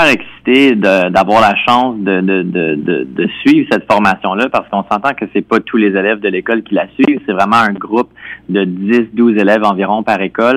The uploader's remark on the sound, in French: S'est entretenue au téléphone avec notre journaliste.